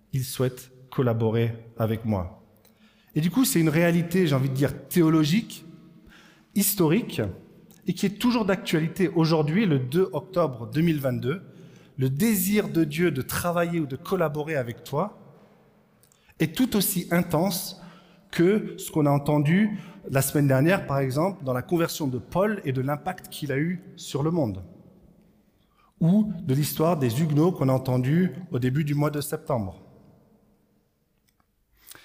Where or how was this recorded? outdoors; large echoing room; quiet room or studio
large echoing room